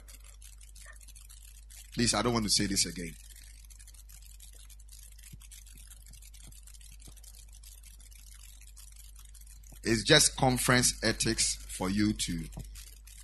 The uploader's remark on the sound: Preached at the Ekklesia Chapel